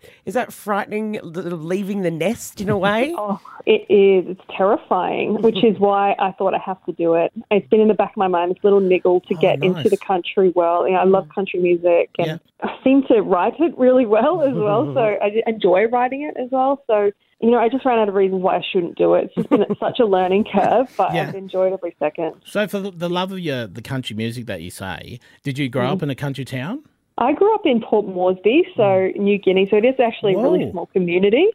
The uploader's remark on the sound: Lismore Community Event. Jumped on the phone for a chat.